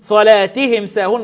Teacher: الميم الساكنة بعدها السين إظهار شفوي